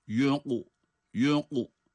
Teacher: Gördüğümüz gibi kaf harfi cezim ile kalkale ve kalın.